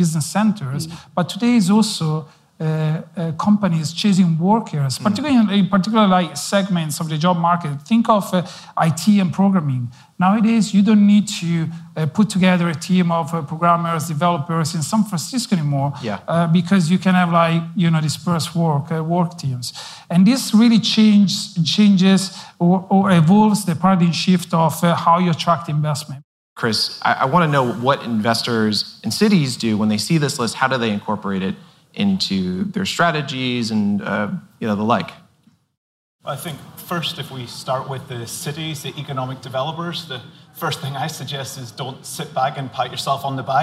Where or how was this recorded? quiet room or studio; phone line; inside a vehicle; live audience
live audience